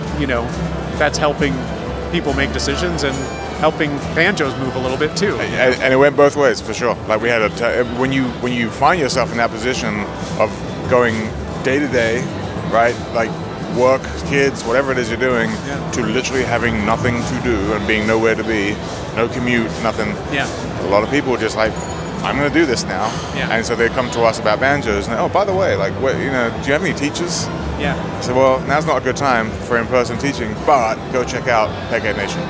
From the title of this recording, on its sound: Live From IBMA 2022